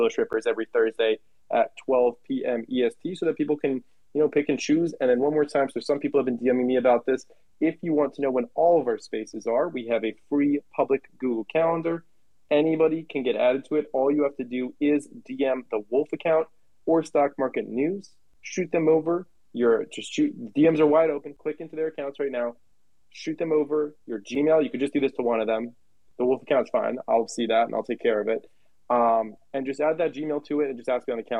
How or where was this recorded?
video call